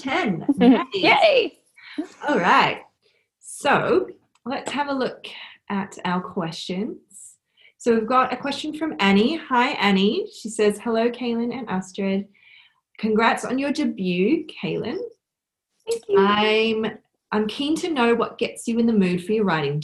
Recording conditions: video call